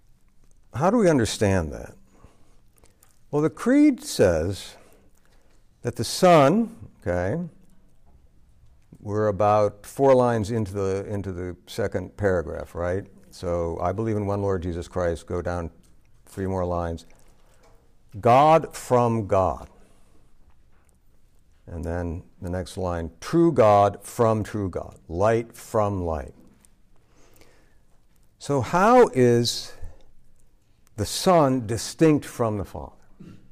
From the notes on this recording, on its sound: This lecture was given on August 29, 2023, at Mississippi State